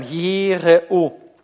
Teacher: Значит, шива произносимая, и мы читаем «и-ре-у». Долгое «и» видите, и шива произносимая